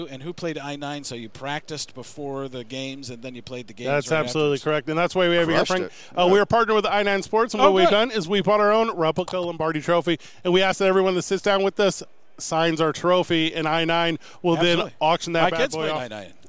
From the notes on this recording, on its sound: live on Radio Row